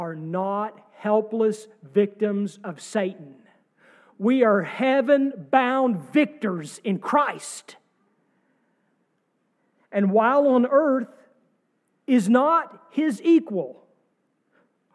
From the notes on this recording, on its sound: sermon from our service on March 26, 2023